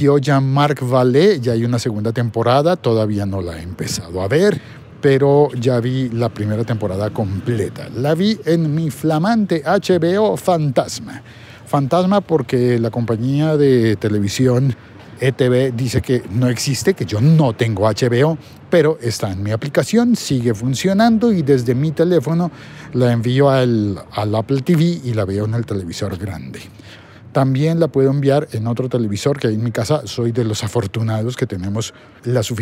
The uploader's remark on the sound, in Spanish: Grabado desde las calles de Bogotá.